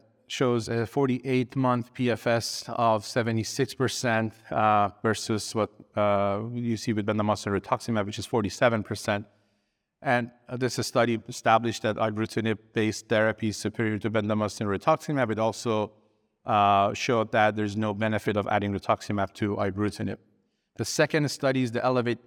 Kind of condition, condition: setting, busy venue